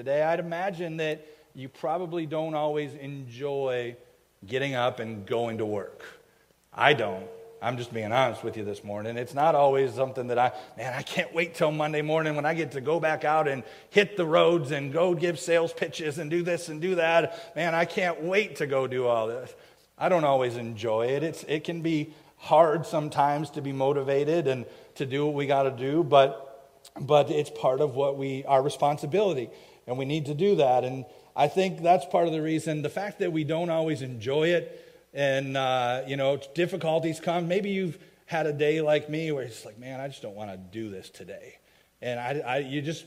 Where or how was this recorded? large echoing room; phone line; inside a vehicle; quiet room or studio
large echoing room